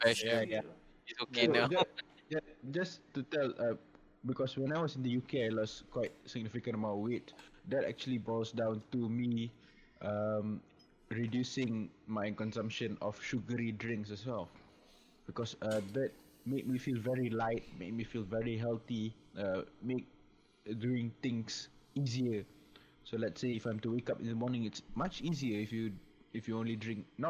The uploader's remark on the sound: This week it was different as we venture into video podcasting (thus, excuse the sound quality).